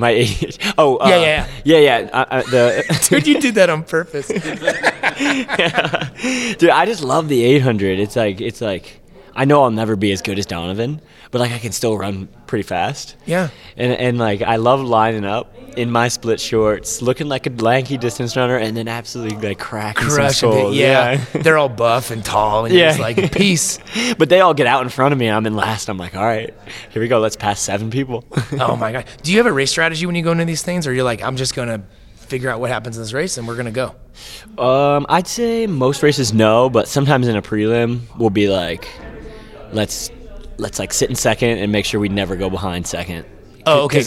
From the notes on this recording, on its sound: LIVE from Caesars Palace in Las Vegas